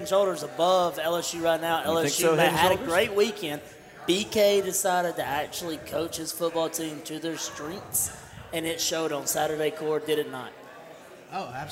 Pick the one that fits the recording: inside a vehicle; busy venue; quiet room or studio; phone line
busy venue